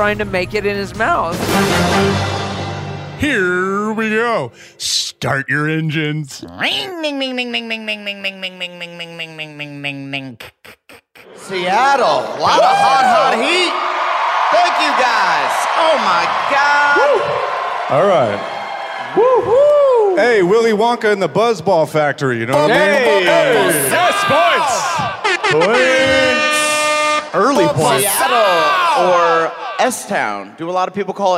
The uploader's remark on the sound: Live from Seattle!